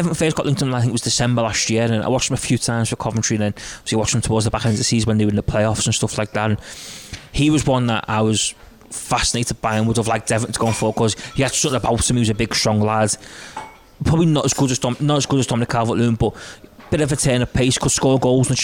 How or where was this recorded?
busy venue